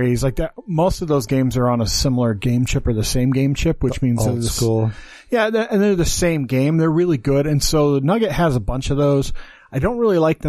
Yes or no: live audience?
no